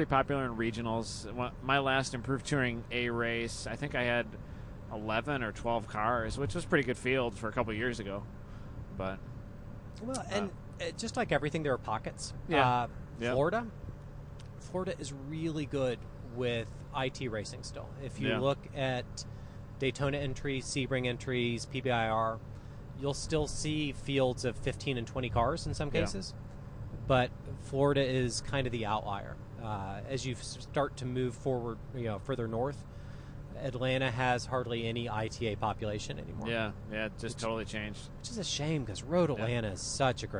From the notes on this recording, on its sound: Podcast from a truck, in the middle of the night. In the middle of the night, on the way to the racetrack.